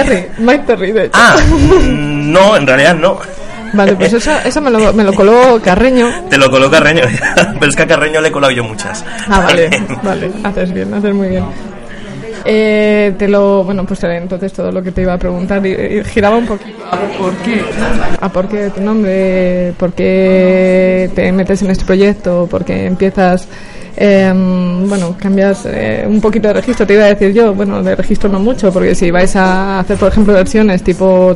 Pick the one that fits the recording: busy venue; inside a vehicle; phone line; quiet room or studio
busy venue